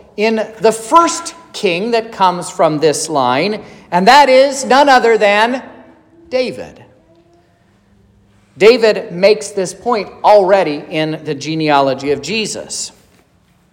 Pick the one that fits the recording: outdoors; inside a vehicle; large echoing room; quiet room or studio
large echoing room